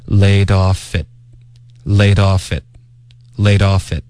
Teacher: 会连读 laid off it. Laid off it.然后 it 的 t 会省略